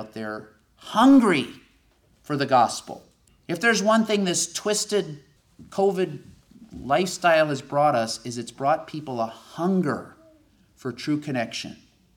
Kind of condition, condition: setting, live audience